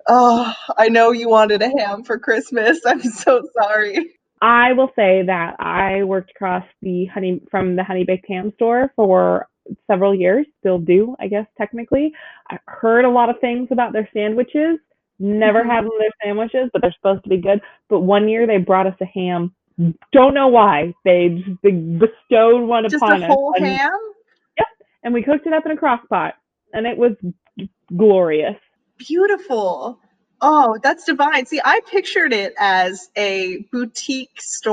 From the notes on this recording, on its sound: Apologies for the varying audio quality - we're still practicing!